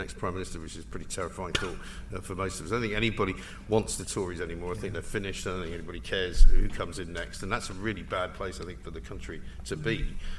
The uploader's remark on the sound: LIVE from The Battle of Ideas Festival!